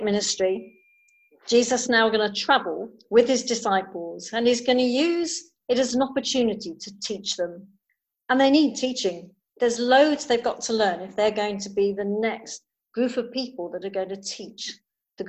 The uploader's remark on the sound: Recording of the zoom service.